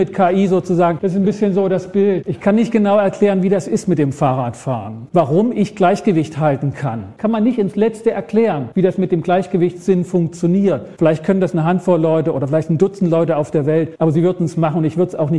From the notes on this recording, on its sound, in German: Vortrag auf dem gws-forum 2024